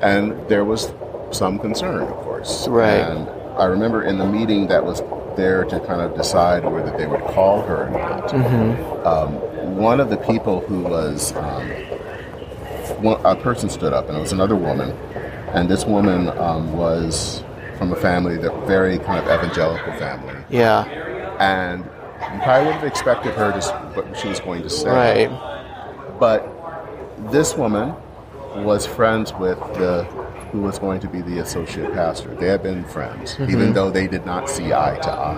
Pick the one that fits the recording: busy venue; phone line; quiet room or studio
busy venue